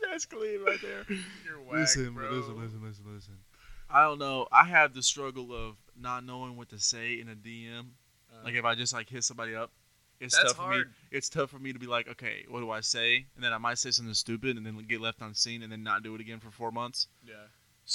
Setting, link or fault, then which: fault, poor sound quality